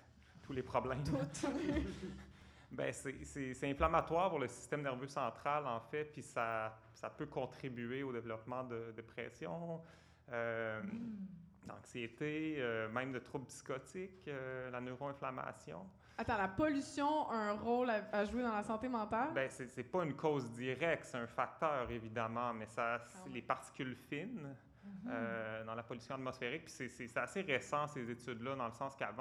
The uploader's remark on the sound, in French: Enregistré devant public, le dimanche de 17h à 19h, à La Cale Pub Zéro Déchet au 6839 rue St-Hubert à Montréal.